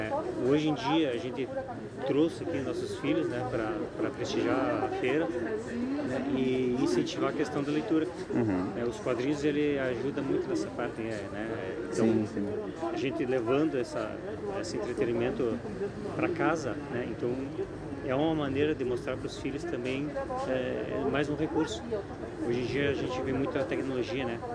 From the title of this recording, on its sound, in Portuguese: direto da feira do livro de santa maria 2021